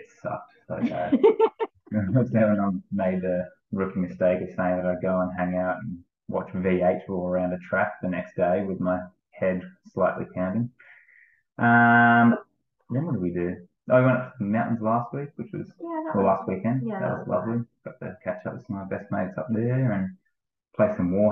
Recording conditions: poor microphone